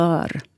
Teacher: om det kommer ett r efter så säger jag hör. Då blir det mer öppet ö-ljud. Mm. Men de yngre personerna, de generaliserar och har det här öppna ö-ljudet i alla ställningar, oavsett vad det är för konsonanter runt omkring.